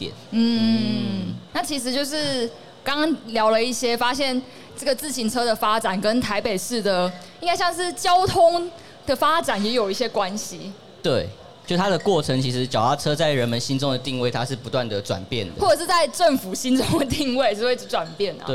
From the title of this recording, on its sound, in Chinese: 2022 Taipei Cycle台北國際自行車展-Live Podcast